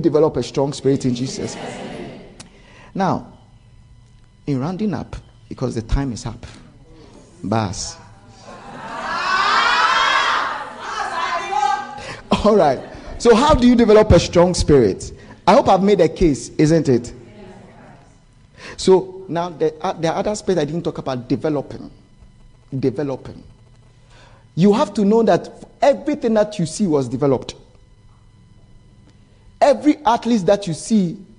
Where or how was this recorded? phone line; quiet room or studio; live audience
live audience